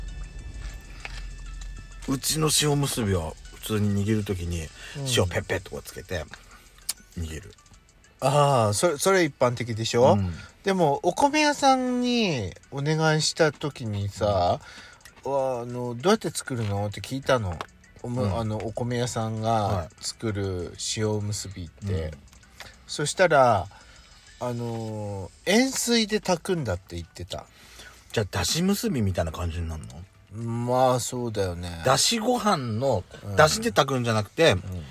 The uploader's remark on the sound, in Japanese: パーキング収録